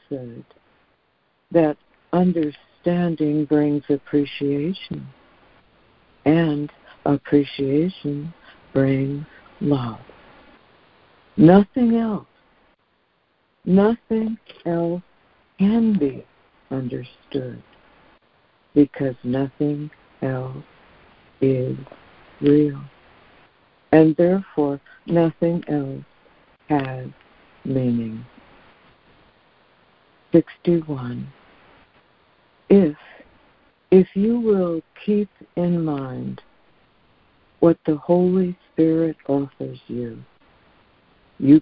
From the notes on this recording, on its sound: ACIM Daily Conference Call.